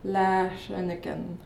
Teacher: So you see that all short vowels are neutralized to schwa.